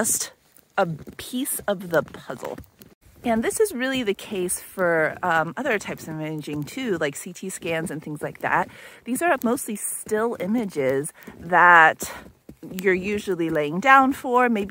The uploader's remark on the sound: In this week's walk and talk